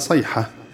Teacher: وتحويل تاء التأنيث إلى هاء وقفا صيحة نقف عليها صيحة بالهاء. · Term: الإبدال